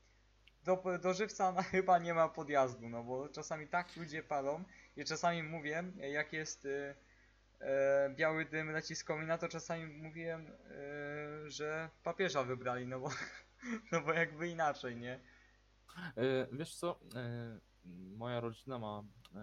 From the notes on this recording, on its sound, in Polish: Ze względu na to, że jest to nasz pierwszy podcast, przepraszamy za różne problemy z dźwiękiem.